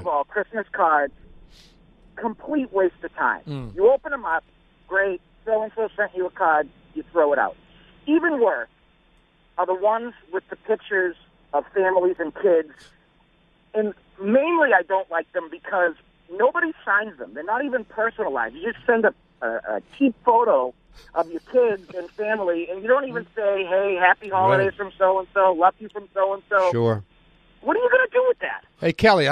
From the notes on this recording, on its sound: Listeners call